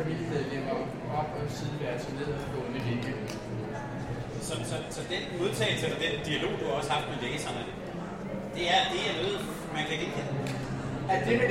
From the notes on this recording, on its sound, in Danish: Det her er optagelsen af vores live optræden. Midt i larmen og tumulten. Hør hele optagelsen af vores live optræden på Bellascenen på dette års Bogforum.